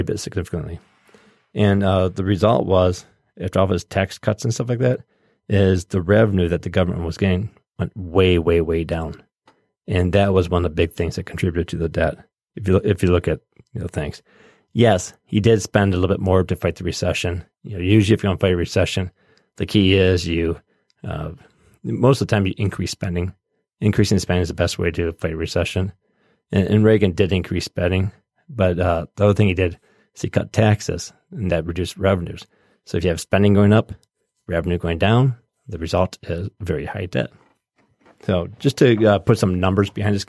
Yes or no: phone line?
no